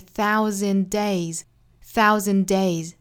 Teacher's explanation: thousand 尾部的 d 的发音就不发了，因为后面也是一个相同的辅音